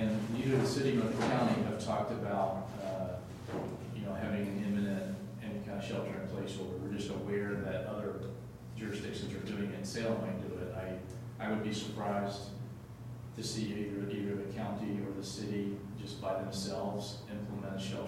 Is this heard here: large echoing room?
yes